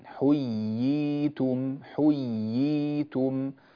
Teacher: في قوله تعالى وإذا حييتم، ننبه إلى حرف الياء من حييتم، نعطي الياء تشديدها ونعطي الياء كذلك يعني وضوحها، ونبين الحركتين كاملتين حييتم حييتم في التمكين بين الياءين.